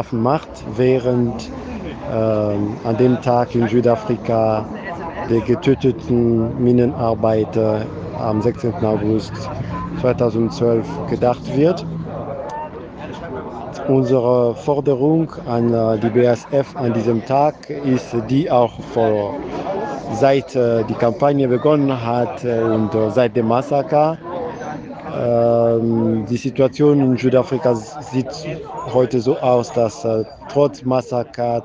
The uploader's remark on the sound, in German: Kundgebung bei BASF. Er ist vor Ort auf der Kundgebung, während der südnordfunk von Freiburg aus per Sprachnachricht Fragen stellt.